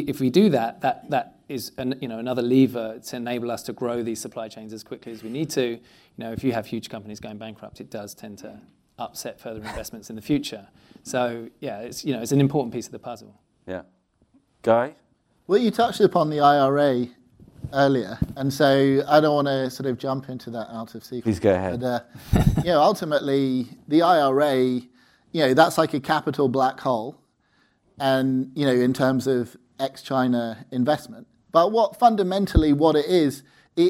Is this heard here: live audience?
yes